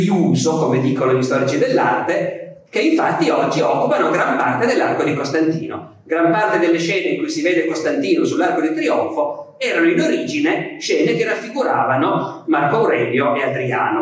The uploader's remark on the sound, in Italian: registrata al festival Rinascimento Culturale 2017